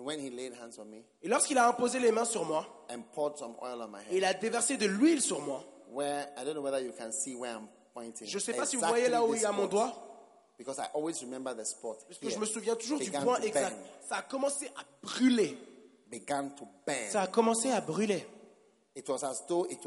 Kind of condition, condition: setting, live audience